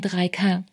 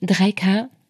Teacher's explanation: Dein Herz schlägt bis in die Ohren und dein Kehlkopf, der zieht sich zusammen. Und die Zahl, die du eigentlich souverän in den Raum stellen wolltest, rutscht dir als Fragezeichen raus. · Shown in: second take